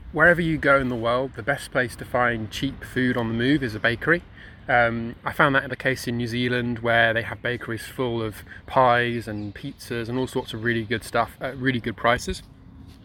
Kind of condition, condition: setting, outdoors